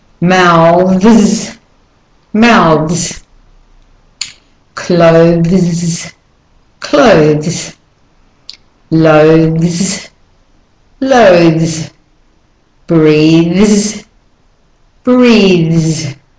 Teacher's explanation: And when that happens, the S becomes said as a Z. So voiced consonant, TH, to voiced S, which is Z. · Term: voiced TH